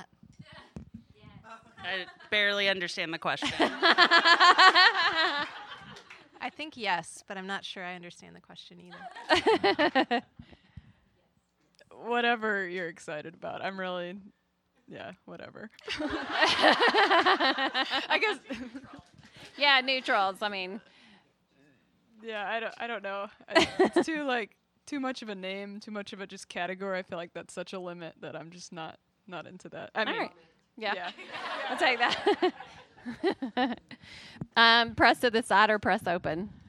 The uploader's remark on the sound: LIVE Modcast from CraftSouth in Nashville, TN while the MQG's Quiltcon was in town.